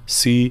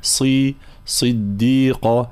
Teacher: الانتباه طبعا في كلمة صديقة، لابد من مزيد تفخيم الصاد، هي مكسورة نعم ولكن مفخمة ومطبقة · Shown in: second take · فلا نقول صديقا سي، لا صي صديقة هكذا.